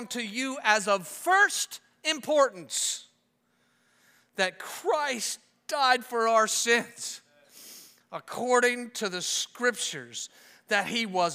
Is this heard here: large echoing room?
yes